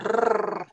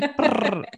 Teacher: And the R, the rolling R, is typical for our city.